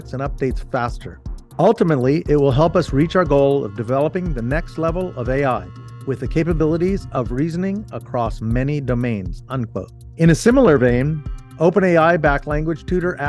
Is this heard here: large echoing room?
no